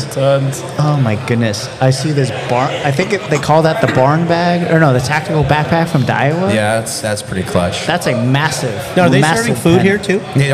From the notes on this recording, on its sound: We recorded a live podcast at our 2022 Toy & Canned Good Drive at BNS Brewery. All joined us on stage.